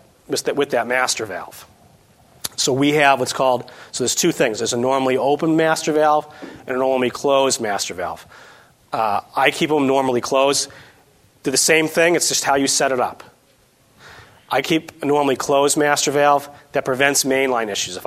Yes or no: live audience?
yes